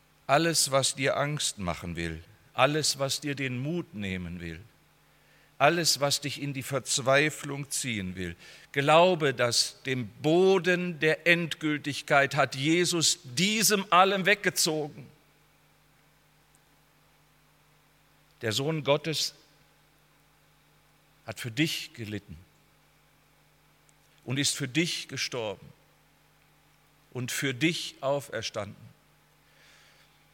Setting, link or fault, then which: setting, large echoing room